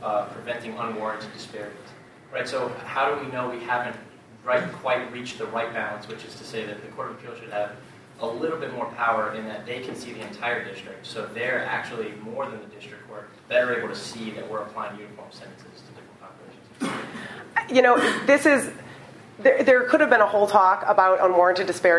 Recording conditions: live audience